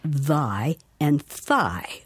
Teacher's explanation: the only difference between those two words is the voicing